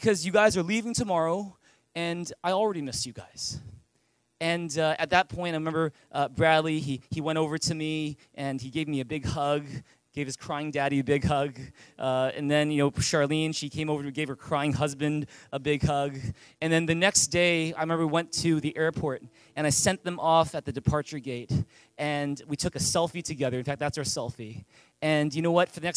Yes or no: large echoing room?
yes